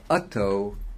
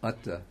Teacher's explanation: But I think for the metrical reasons, the short A turns into an O to make it a longer syllable · Shown in: first take